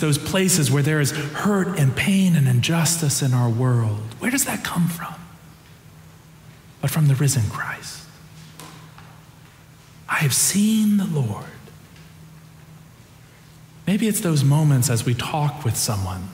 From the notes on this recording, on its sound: Preached on Easter Sunday (April 9, 2023), for our Sanctuary and MorningSong Worship Services.